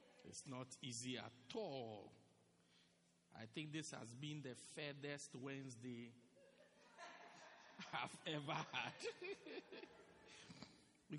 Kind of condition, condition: setting, large echoing room